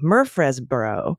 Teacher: Change that to Fresboro. Add the mer to the beginning, Murfreesboro, and make that first syllable the most emphatic one.